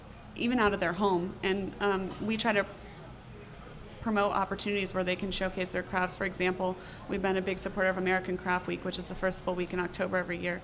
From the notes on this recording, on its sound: Smart Talk is being broadcast live from Jubilee Day in Mechanicsburg. Smart Talk will be set up at 138 West Main Street at Clay's Service Center.